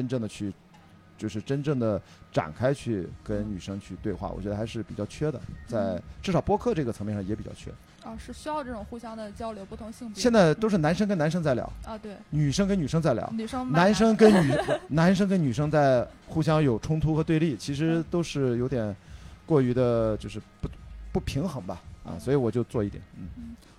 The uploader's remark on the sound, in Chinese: 现场播客。这是我在【声量】活动当天的第二场录制，是下午14点在阿那亚的BAR LOTUS。